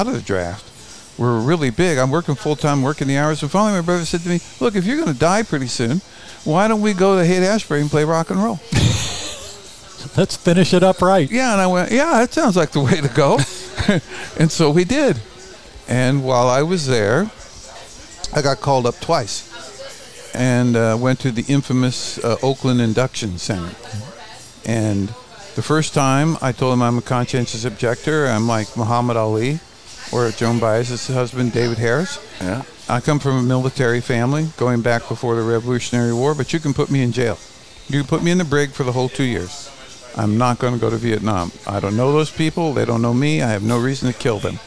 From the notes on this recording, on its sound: Recorded in the center of the Coachella Valley universe, Little Bar. Recorded in the center of the Coachella Valley universe, Little Bar.